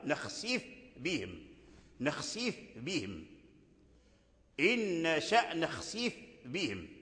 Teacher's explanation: الفاء، لابد من بيان الفاء ثم عاد تنطق بالباء، نخسف بهم، والفاء خفية والباء شديدة، والباء هي أقوى من الفاء